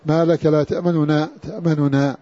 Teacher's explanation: القراءة بنونين مع إخفاء حركة النون الأولى · Term: اختلاس